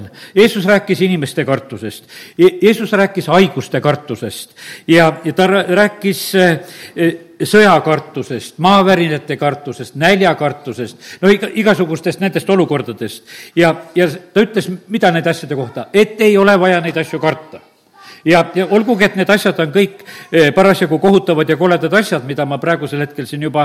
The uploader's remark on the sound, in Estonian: Audio salvestus koosolekult